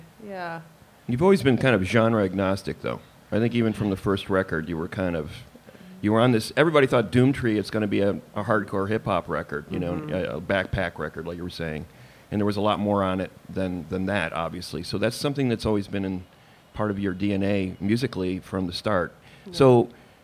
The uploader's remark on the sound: at the Goose Island Tap Room for a conversation and a live performance